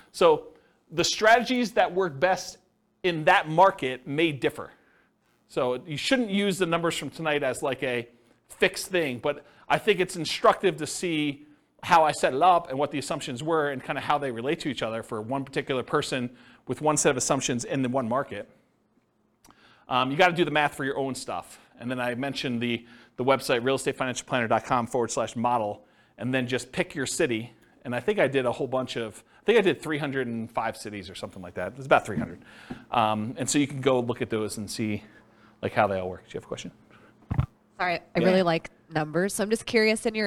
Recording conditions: live audience